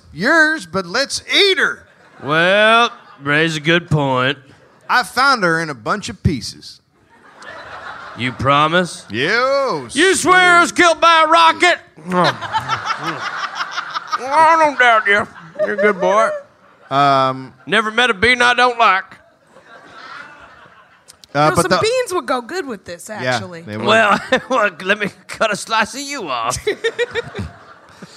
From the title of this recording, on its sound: Live in Austin